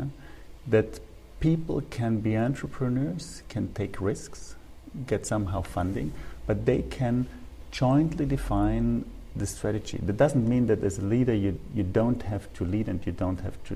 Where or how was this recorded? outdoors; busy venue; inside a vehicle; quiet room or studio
busy venue